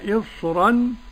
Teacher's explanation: إصرا هنا الراء لورش لا ترقق لأن قبلها حرف استعلاء.